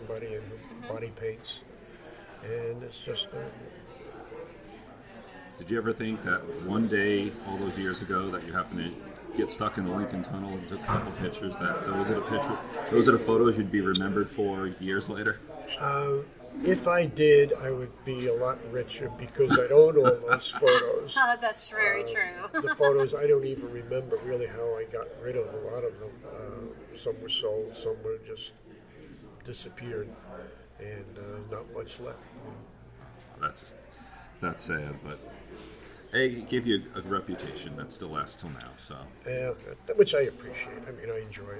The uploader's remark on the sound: Brought together over 400 rope enthusiasts & instructors from all over the world. This gathering of legendary riggers made Orlando the temporary center of the roping world and we were able to conduct 6 interview from the convention floor.